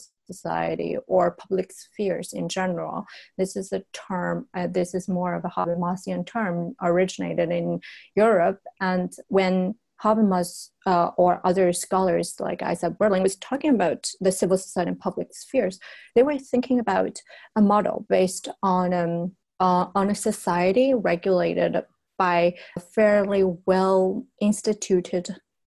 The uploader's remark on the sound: The Office of Diversity Initiatives of Shanghai New York University (NYU Shanghai) organized an online panel discussion.